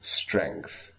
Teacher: almost all of my students take s and move it back to sh when they're saying, for example, strength. · Term: retracted